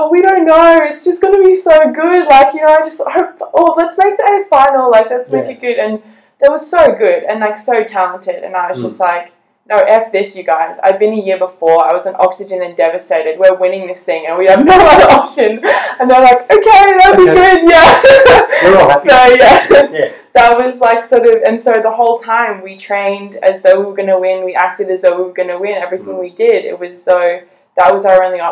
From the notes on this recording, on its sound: we lost the direct audio on this recording and had to pull it off the video chat, the quality is not 100%